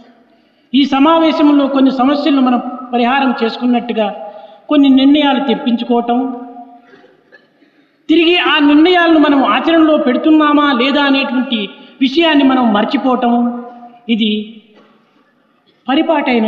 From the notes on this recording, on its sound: During valedictory function of the Sevadal conference.